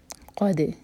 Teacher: ولقد، واو کے لیے ہوٹ کول، ولقد لام لائٹ، قاف ہیوی، اور حلق سے منہ بھر کر، قد دال پر سکون تو دال پر قلقلہ